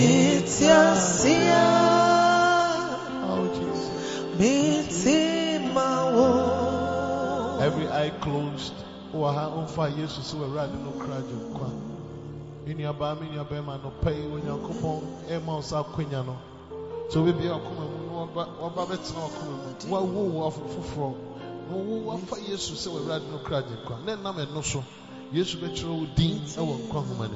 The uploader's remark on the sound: PREACHED ON SUNDAY DURING REFRESHING SERVICE AT CAPTAIN OF SALVATION CATHEDRAL